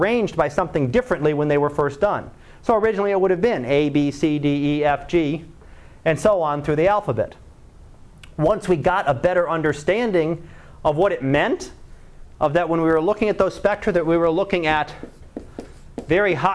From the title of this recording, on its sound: Live Class Lecture